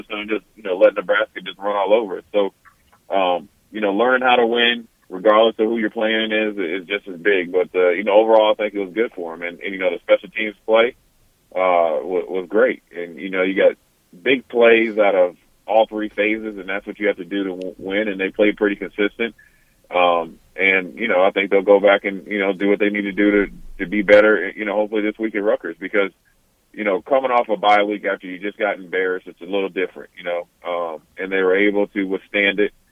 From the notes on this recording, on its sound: joins over the phone